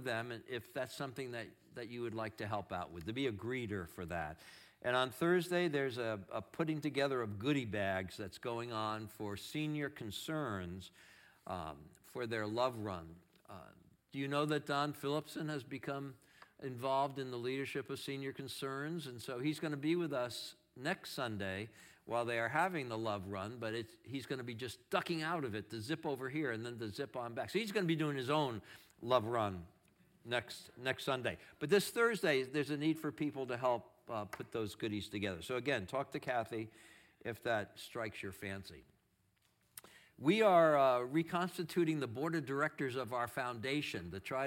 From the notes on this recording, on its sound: Streamed live from our campus in Westlake Village, CA